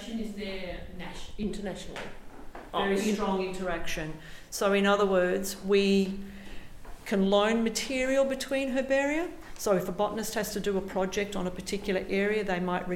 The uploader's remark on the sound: National Herbarium of Victoria. Melbourne GLAM Tour Recorded Live. Our friends at ALIA Vic allowed some of our cardiCore along to do a little recording.